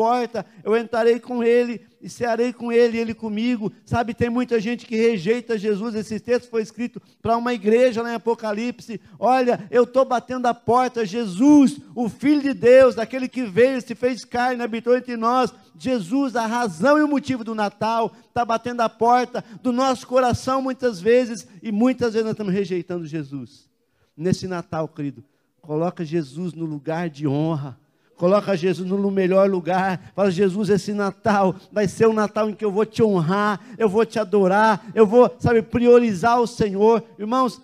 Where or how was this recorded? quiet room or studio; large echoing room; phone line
large echoing room